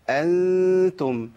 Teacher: غنى مرققة يبقى محتاجة الابتسامة بسيطة · Term: اخفاء